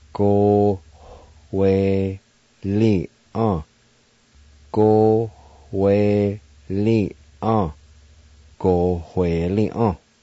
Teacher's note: Between the O and W, there's the H sound.